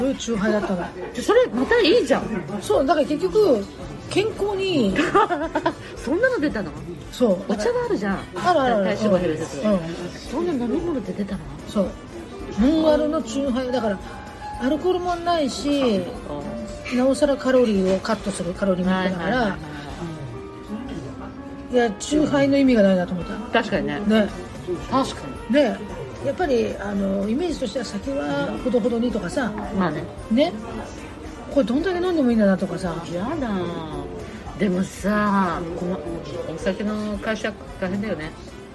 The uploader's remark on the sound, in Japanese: スタジオ収録終了後にコメダで雑談を収録。